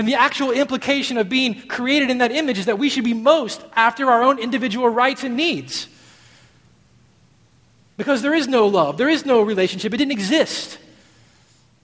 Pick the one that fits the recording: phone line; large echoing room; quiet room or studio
large echoing room